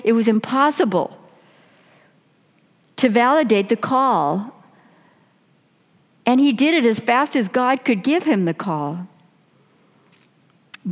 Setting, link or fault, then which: setting, large echoing room